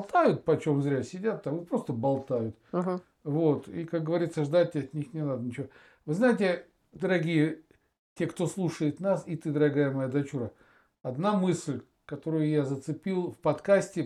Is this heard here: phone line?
no